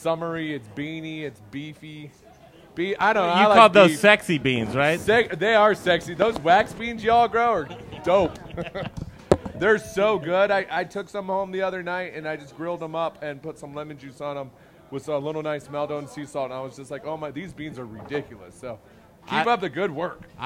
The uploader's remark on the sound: Live from Pizza Republica - Downtown Denver